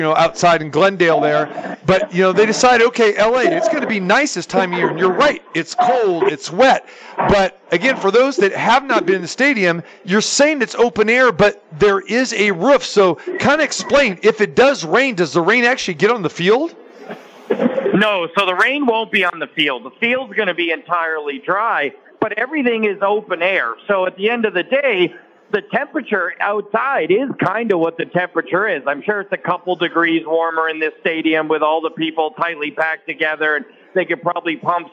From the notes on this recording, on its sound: Joins live from SoFi Stadium. How the crowd is looking.